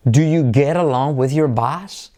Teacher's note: Do you, D más Y se convierte en sonido J